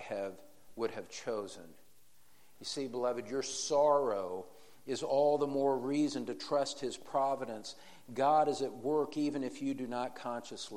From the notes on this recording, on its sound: In Session 3 of the Encouragement for Parents in a Discouraging World conference